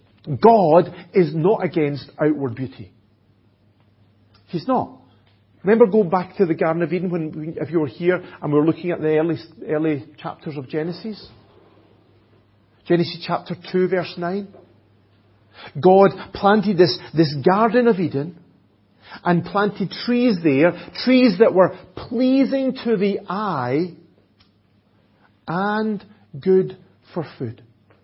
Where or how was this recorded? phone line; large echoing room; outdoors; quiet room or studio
large echoing room